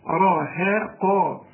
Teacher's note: فزادوهم إيه رهقة، إيه رها، ما تنفعش رهقة دي، طب ما أقولها إيه، أقول راها قا، الهاء مرققة، الراء مفخمة، القاف مفخمة